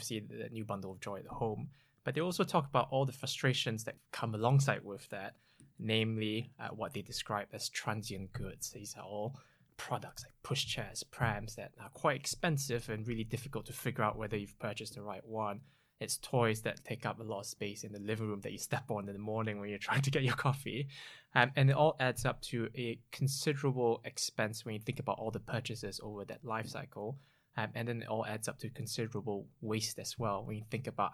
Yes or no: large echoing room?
no